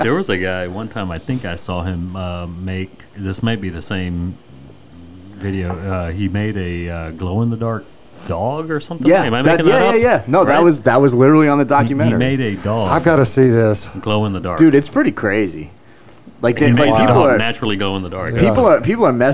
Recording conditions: sounds in the background